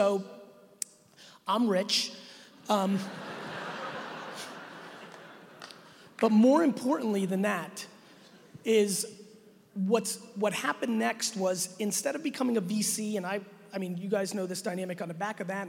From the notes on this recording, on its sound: a brand new keynote I did at the 2019 Financial Brand Forum in Vegas on April 15th